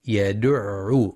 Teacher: وينتبه القارئ لبيان تشديد العين مع الضم في كلمة يدع لتمييزها عن يدعو